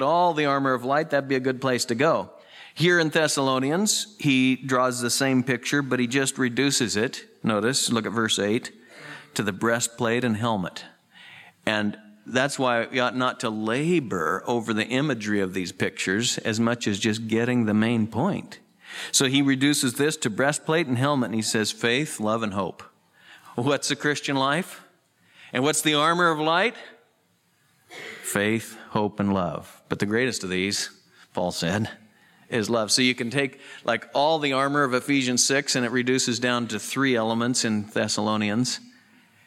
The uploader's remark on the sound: Southwest Bible Church in Beaverton Oregon